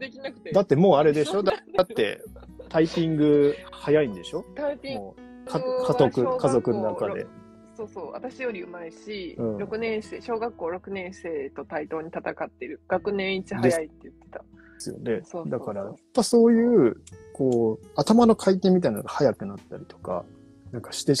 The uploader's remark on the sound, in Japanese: 本音声は24/1/11（木）22:00- インスタライブしておりましたアーカイブ音源です